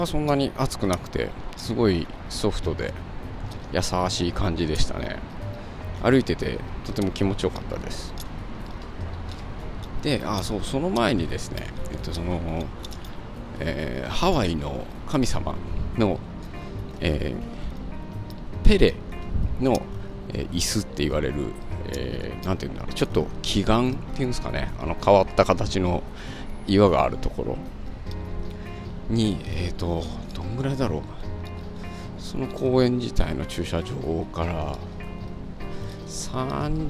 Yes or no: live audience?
no